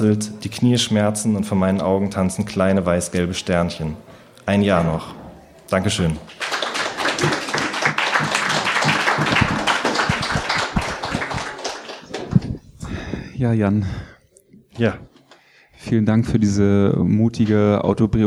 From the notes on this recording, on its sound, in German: Aufgezeichnet wurde bei Kabeljau&amp;Dorsch, einer berliner Lesereihe für junge Literatur.